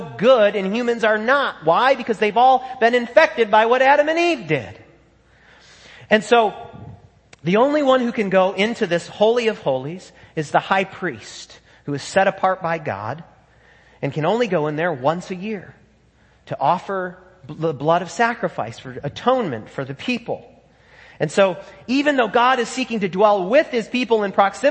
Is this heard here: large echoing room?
yes